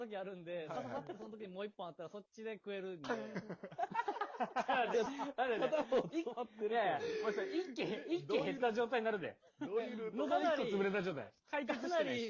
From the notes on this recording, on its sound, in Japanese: Radiotalkで録音した初期音源のため前フリやBGMもなくボリュームも小さめですがお許し下さい